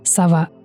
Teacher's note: американцы произносят «сова» с ударением на первый слог